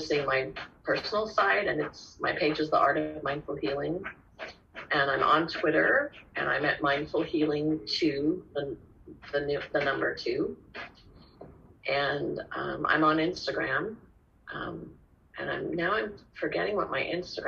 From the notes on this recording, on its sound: This podcast was recorded without any fancy microphones or editing equipment. Spoke via Zoom and I recorded it on my laptop’s voice recorder.